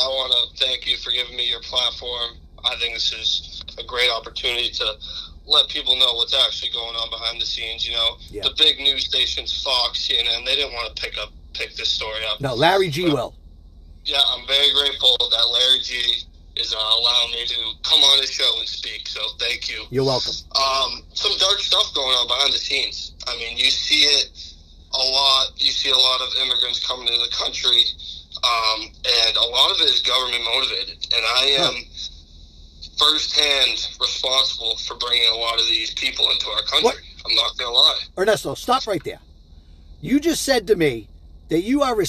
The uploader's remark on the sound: we bring back the emails and phone messages